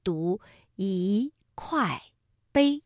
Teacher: 版本，不同的字它会带来不同的一种意境。那么大家会发现，除了是唐诗之外，后边大家认识这位书法家吗？襄阳米芾，是不是大家都知道米芾是一个书法大家？那这块碑到底是什么时候刻的呢？是清朝时候刻的。清朝的时候刻的。那么在这样一个情况之下，这一块碑有唐诗、宋书，再加清代碑刻，那这样的话是不是构成了什么呀？三绝碑。三绝碑指的是唐代诗人常见的诗，宋代书法家米费的书，清代碑刻家穆大展的刻。一首诗、一幅字、一块碑，记录住千年间的文化传承。一首诗、一幅字、一块碑，记录着千年间的文化传承。那么在一首诗、一幅字和一块碑当中，它们的变调又是如何变的呢？一首诗，首是三声，所以一按照规律应该读四声，即一首诗。一幅字的幅是二声，那么一啊就读四声，为一幅字。一块碑的块是四声，那这个时候啊，一读二声，读一块碑。其实在兴福寺里边真的有曲径通幽之处，让郑老师带着你们一起去看一看好吗？好，可以实地感受一下幽静之感。虞山它的自然景观和人文景观很好的融合到了一起啊，使得沈